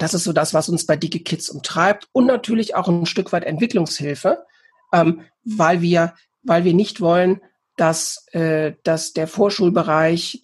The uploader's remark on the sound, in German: Interviewmitschnitt vom Online Kongress "Zukunft Schule"